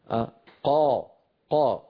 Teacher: فالصورة التي على يمين اللوحة والتي تبين القاف، نجد بأن الصوت قد استعلى إلى أعلى الفم ولكنه لا يطبق. لاحظوا الصوت قد استعلى إلى أعلى الفم ولكنه لم ينطبق · Term: مستعل منفتح